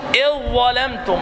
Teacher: حرفان متجانسان لأنهما يخرجان من مخرج واحد مع الاختلاف في الصفات، الذال والظاء · Term: الإضغام